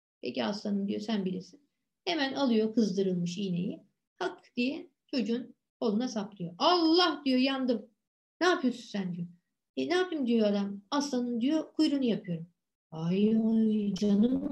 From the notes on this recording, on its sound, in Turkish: Pandemi döneminde derslerimizi Zoom programı üzerinden online olarak yaptığımız için kayıt etme imkanımız da oldu.